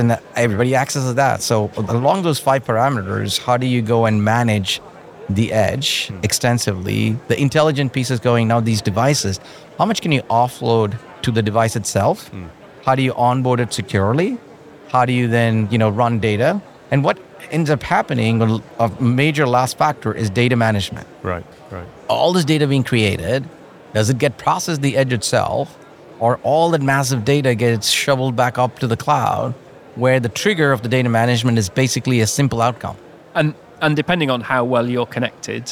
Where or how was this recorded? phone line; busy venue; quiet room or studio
busy venue